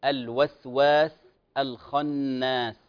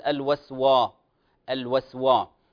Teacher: الوسواس الواو مرققة، لا نقول الوسوى · Shown in: first take